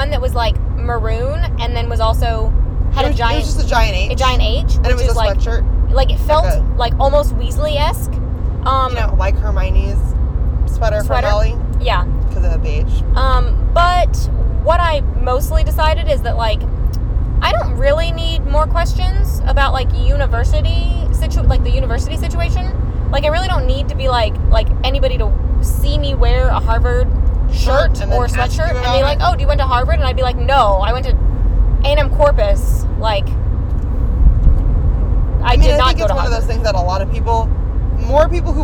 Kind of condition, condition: setting, inside a vehicle